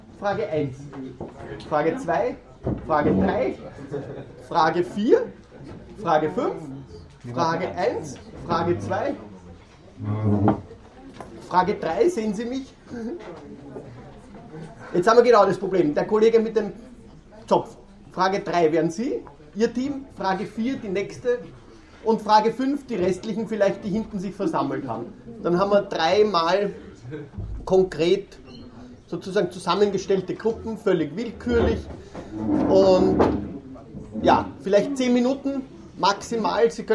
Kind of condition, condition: setting, large echoing room